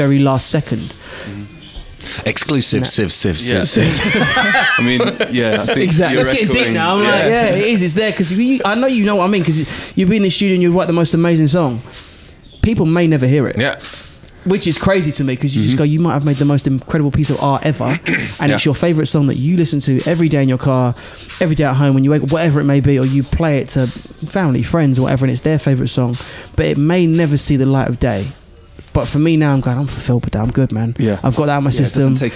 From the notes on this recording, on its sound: in a hotel bar in central London